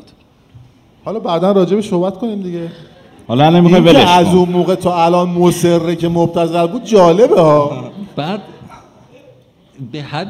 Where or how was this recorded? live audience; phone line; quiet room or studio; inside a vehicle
live audience